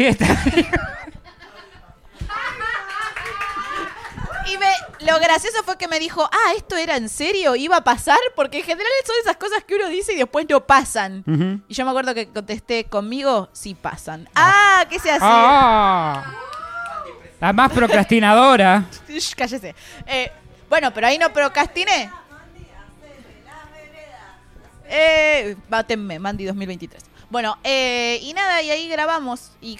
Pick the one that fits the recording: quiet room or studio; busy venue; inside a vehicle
busy venue